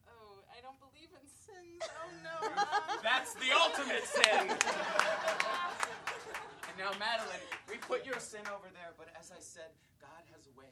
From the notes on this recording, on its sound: Recorded Tuesday, June 6, 2016 at Union Hall. Recorded Tuesday, June 6, 2016 at Union Hall.